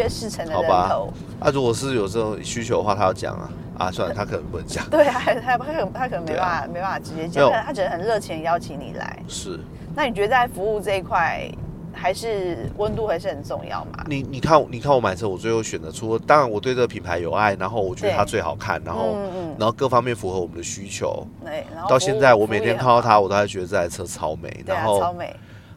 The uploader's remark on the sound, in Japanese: ドライブトーク！(開車聊天)